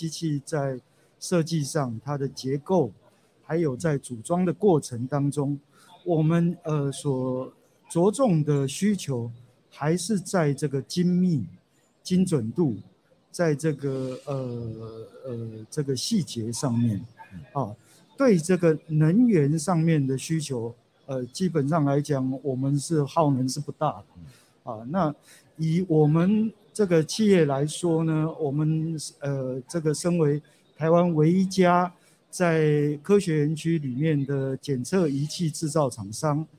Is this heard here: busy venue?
yes